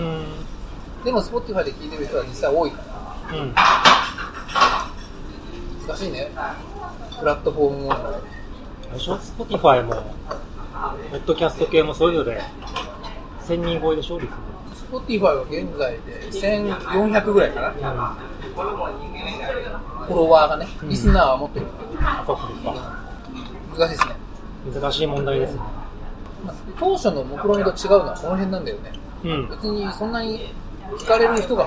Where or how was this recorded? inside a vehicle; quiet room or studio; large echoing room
inside a vehicle